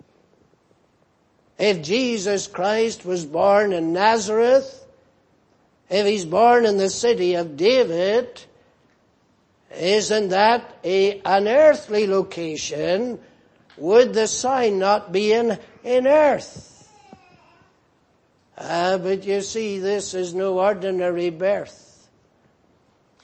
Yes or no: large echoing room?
yes